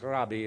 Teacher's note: They do sort of roll the R and do a short I at the end.